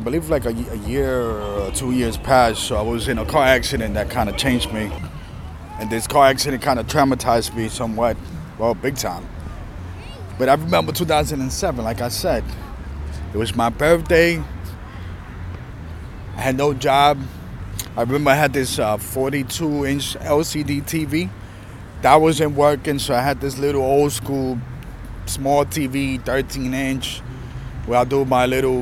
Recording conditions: outdoors